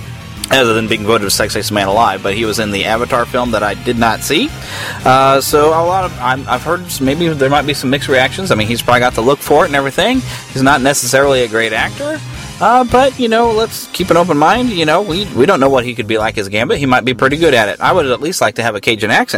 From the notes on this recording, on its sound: recording the whole show from my car!